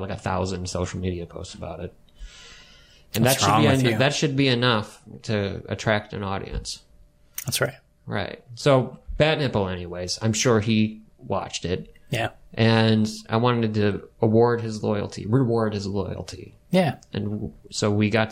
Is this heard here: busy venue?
no